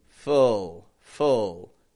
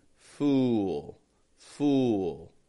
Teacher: full, full, no lip movement, fool, fool. Has a bit of a lip movement.